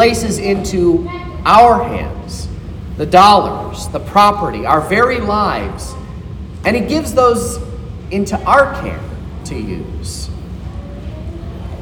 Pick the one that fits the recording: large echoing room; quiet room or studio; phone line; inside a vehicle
large echoing room